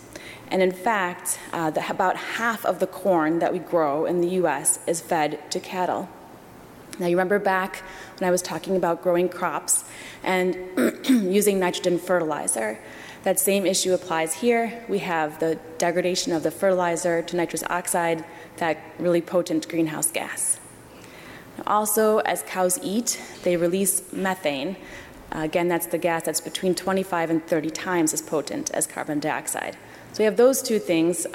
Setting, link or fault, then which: setting, large echoing room